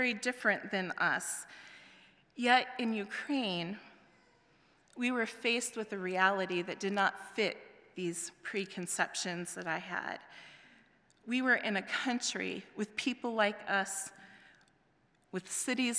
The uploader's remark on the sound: presented by Asbury Seminary Kentucky Chapel, recorded on Thursday, September 21, 2023 at Asbury Theological Seminary's Kentucky campus